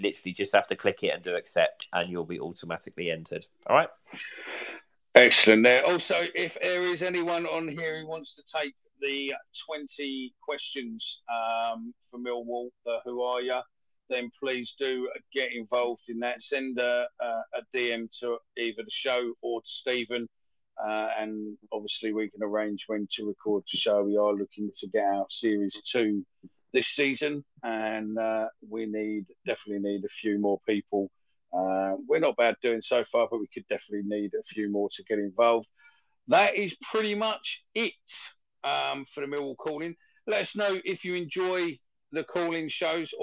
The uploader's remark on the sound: Recorded via X Space